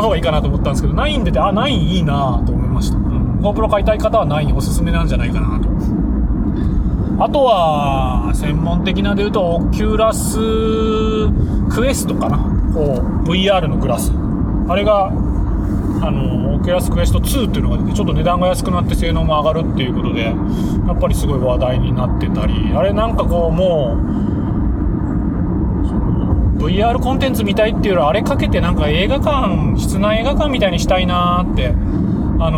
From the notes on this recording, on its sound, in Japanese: 福岡都市高速を走りながら。福岡都市高速を一周回りながら。